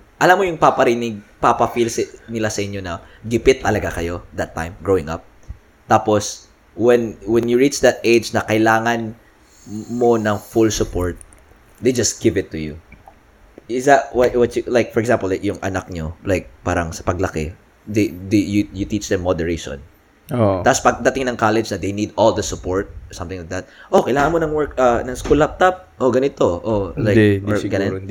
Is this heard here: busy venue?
no